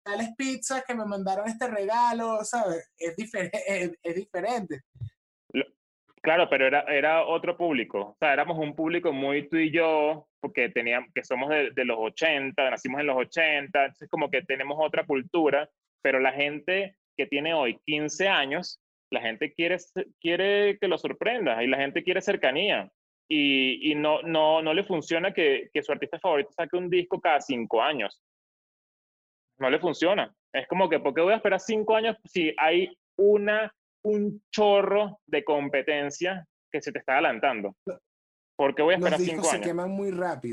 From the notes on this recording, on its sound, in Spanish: El Music Deal se conecta vía zoom